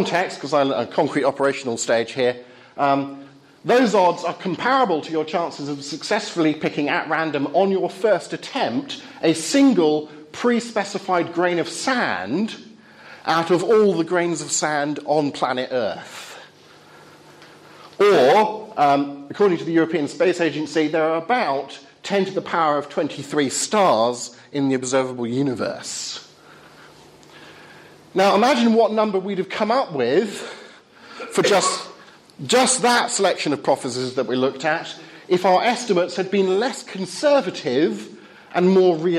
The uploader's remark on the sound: Talk with Q&A from Highfield Church Southampton